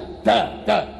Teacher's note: تلاقيها من طرف اللسان اعلى، مش كده؟ والدال برضو قريبة منها · Term: التيه